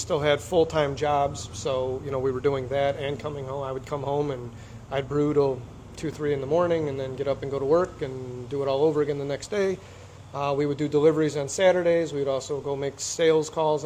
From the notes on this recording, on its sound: We visit Franklin Brewing Company's new location in Grafton Ohio to sample a flight and explore their eclectic tap room